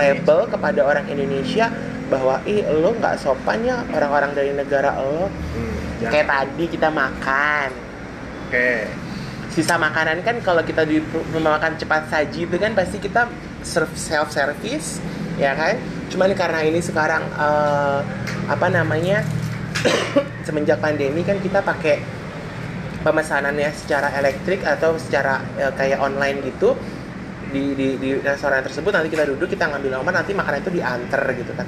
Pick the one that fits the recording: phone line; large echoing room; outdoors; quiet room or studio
outdoors